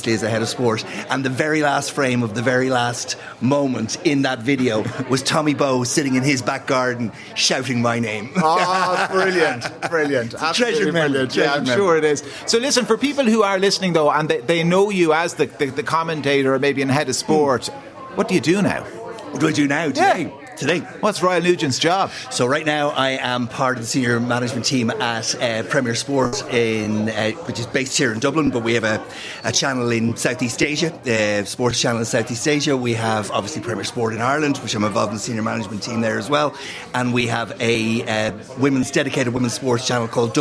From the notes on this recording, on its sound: LIVE in The Bridge 1859 in Ballsbridge